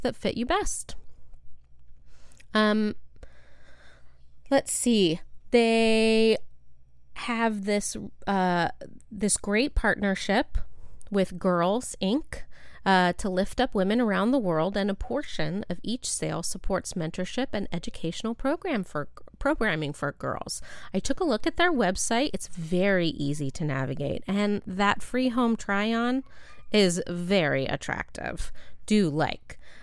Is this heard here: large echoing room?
no